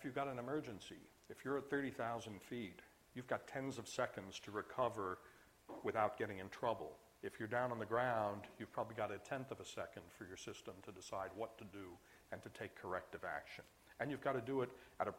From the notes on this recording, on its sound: IFE Distinguished Visitor Lecture, recorded 29 September 2017 at QUT